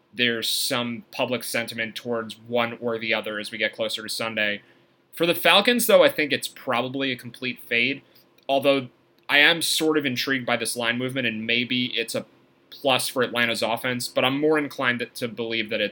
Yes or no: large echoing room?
no